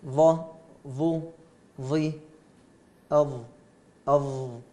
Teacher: طبعا إذا هنا من طرف الظاء تخرج من طرف اللسان مع أطراف الثنايا، فرق بينهم فقط الثنايا، أطراف الثنايا العليا. طبعا الظاء يستعلي معها أقصى اللسان